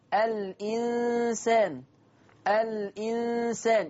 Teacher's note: النقل، نقل حركة الهمزة إلى الحرف الساكن قبلها، يبقى أنا هشيل الهمزة أخد حركتها وديها للحرف الساكن